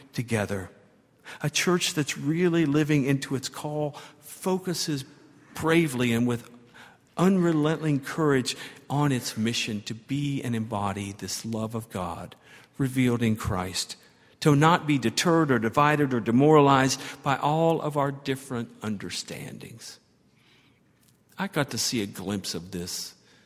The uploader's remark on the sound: at Highland Baptist Church